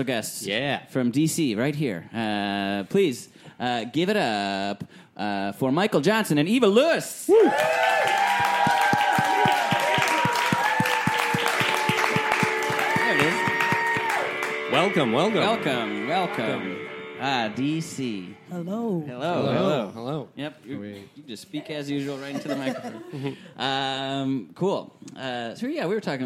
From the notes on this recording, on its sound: Recorded Live with Chinese Menu Comedy.